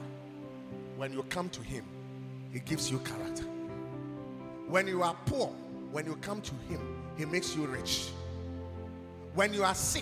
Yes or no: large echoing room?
yes